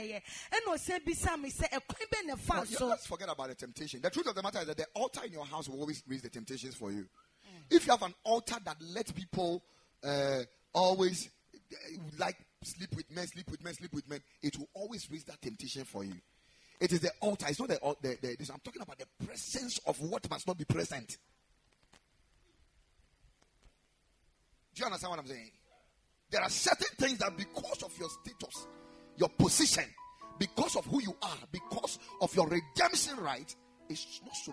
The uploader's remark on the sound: Preached at the Ekklesia Chapel